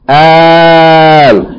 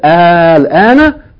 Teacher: the Hamza of Istifham, the Fatta, is elongated, as though it's a long vowel connected to Lam with Sukoon